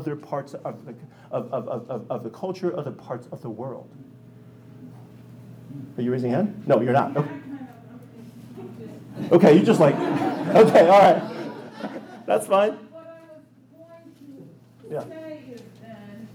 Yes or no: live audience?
yes